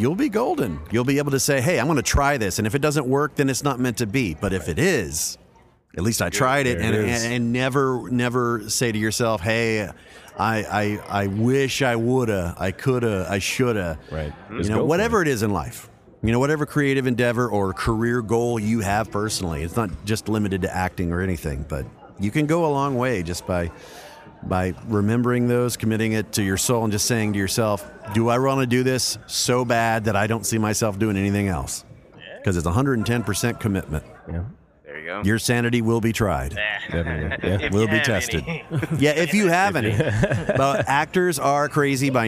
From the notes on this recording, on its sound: Dream Con 2019. While recording at Dream Con.